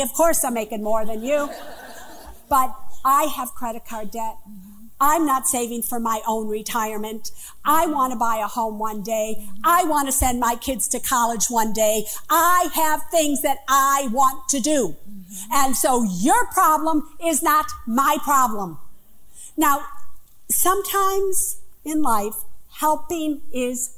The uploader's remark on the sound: appearance at the legendary Apollo Theater in Harlem, NY, as part of the Women of The World Festival on March 16, 2019.